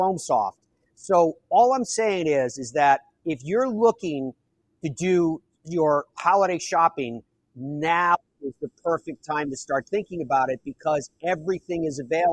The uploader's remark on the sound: We are live at the massive PGA Tour Superstore in Roswell, GA